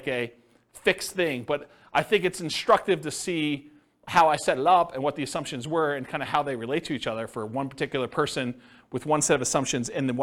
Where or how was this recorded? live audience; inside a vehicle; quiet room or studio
live audience